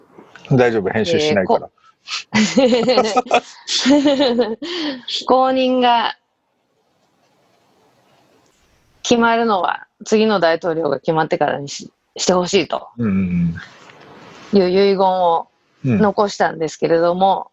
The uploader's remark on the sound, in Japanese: 本収録はビデオ会議サービス「Zoom」を使用し。一部聞き取りづらい箇所があります。